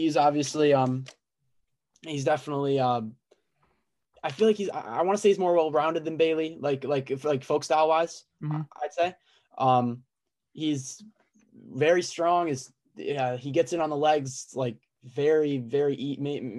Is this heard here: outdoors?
no